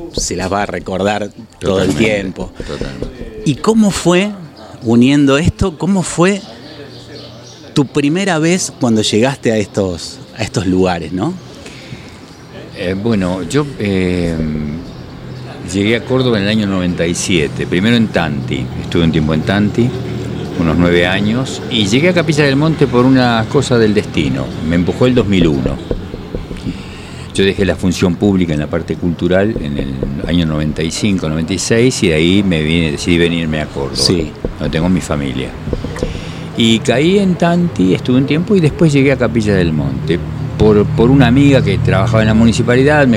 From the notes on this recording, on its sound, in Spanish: Entrevistado en la techada de Capilla del Monte, con el sonido de fondo de la calle mas transitada.